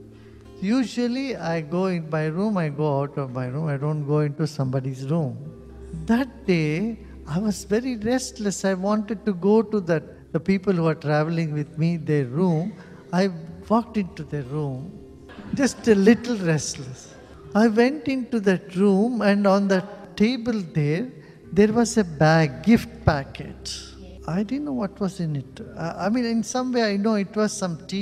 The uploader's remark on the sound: Spain. Travelled to Mallorca for the first time, answering questions from the audience during a public talk.